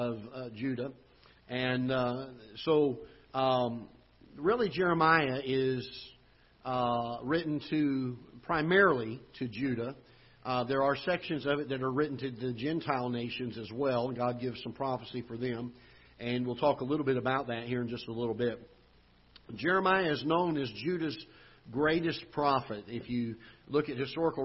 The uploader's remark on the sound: Ketha Heights Baptist Church ~ Live Broadcast